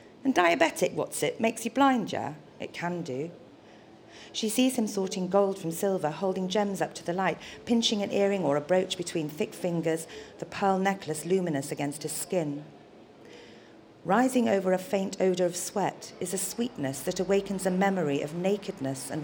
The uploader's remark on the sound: The recording you’re about to hear was made on December 19th 2013 at the Shrewsbury Coffeehouse during the launch of issue 1 of Bare Fiction magazine